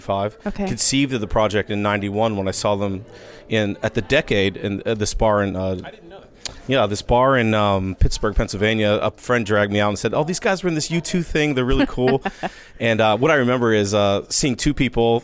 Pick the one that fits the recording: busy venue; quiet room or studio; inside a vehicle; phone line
busy venue